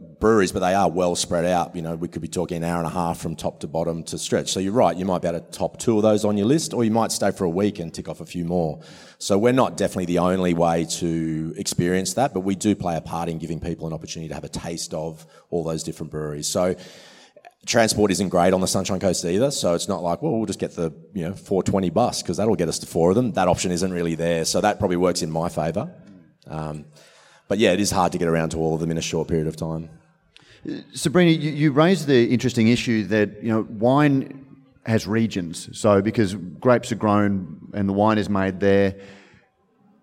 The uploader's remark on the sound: This panel discussion was recorded as the recent Western Australian Brewing Conference in Perth. Brews News was able to attend to host and record these panels.